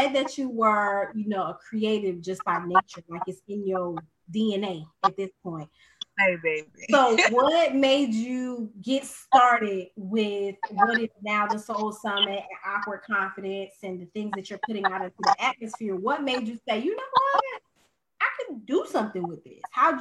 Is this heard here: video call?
yes